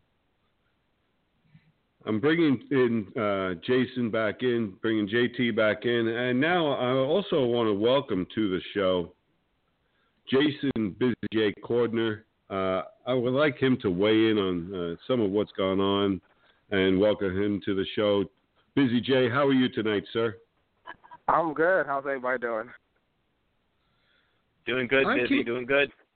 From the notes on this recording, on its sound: With guest call in expected